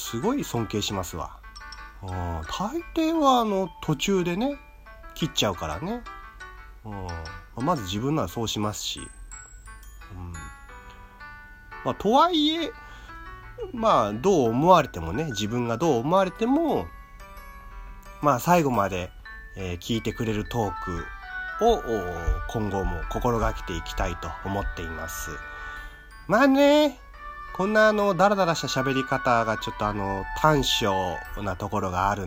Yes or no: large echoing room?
no